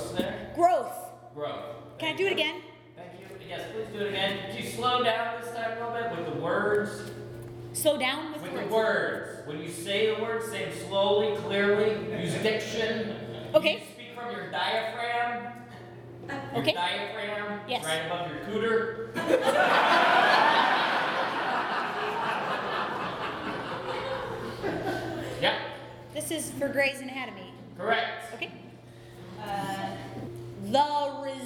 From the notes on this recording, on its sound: Live at The Establishment. From our beautiful home, The Establishment in The District of Rock Island, IL!